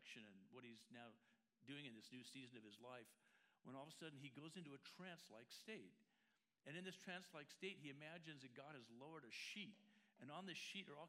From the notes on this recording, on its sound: La Jolla Community Church held two services on Sunday. The following is a recording from the 10:45 am service.